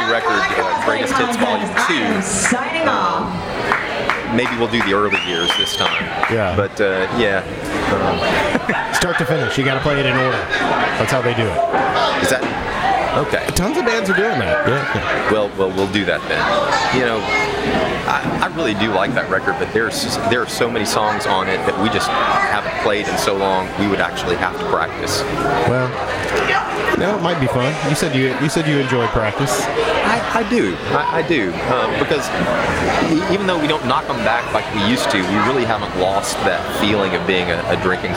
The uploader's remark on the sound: on location at Midtown Con.